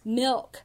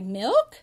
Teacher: that little intonation rise there, that prosodic rise, so that you know that she's asking a question there · Shown in: second take